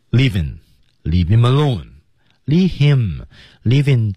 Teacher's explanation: him 这种 h 开头的单词在和前面连读的时候 h 不发音